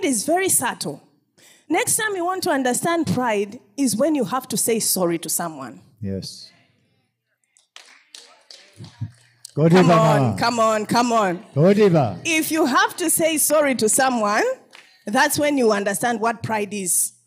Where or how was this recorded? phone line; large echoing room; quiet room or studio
large echoing room